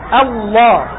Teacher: همزة الله تحتاج إلى ترقيق بسبب وقوع اللام المفخمة بعدها، فإياك أن تقول الله.